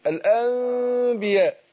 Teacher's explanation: الميم بس مع الغنة، يعني باخد الغنة مقدارها حركتين · Term: الإقلاب